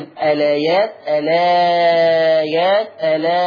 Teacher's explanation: وعند البدء بهذا اللفظ لنا وجهان: إثبات همزة الوصل مع ثلاثة البدل